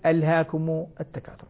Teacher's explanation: هذه همزة قطع، ولذلك ثابتة في الحالتين. يقول بسم الله الرحمن الرحيم ألهاكم التكاثر عند البدء عند الوصل، وعند بدء بها أقول ألهاكم التكاثر.